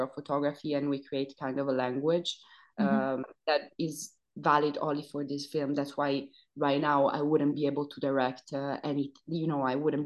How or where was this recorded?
video call